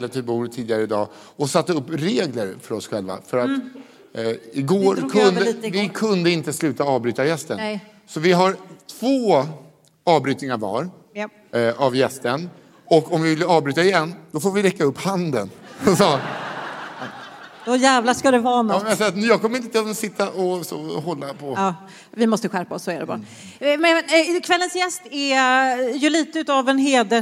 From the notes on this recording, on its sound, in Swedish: Live på Draken – Lördagen.